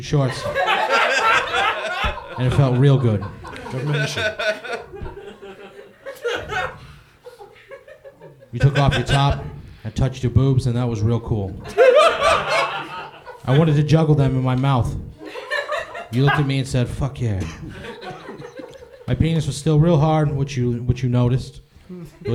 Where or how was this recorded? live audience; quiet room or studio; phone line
live audience